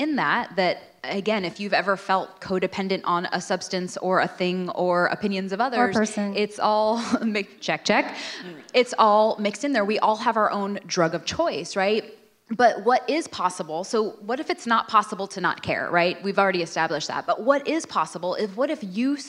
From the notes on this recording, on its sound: LIVE from Nashville. The LIVE shows from Nashville were truly so special & being in person was such an amazing energy.